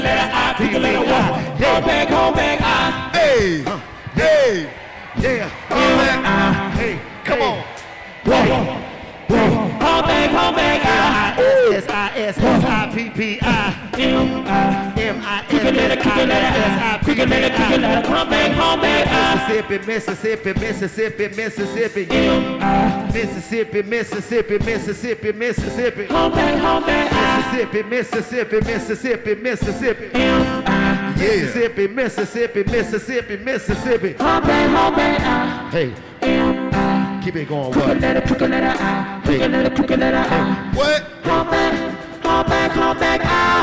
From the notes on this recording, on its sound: The Jackson Mississippi Comedy Special. They waste no time roasting the whole audience. Try to figure out why therr are so many black police officers in the building. The fellas break out into hood theater and go out into the audience looking for witnesses but Jackson ain't see shit!